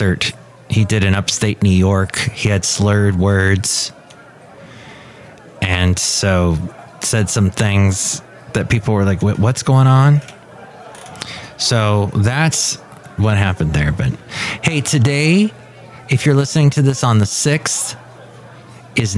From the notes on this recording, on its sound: podcasts live from Café Anyway